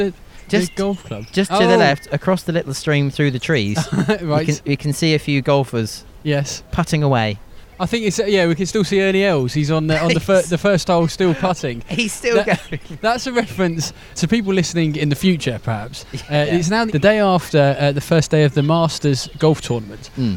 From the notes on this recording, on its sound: History podcast walking through Taunton. On an entertaining walk as they discover the sights and sounds of Somerset’s county town Taunton!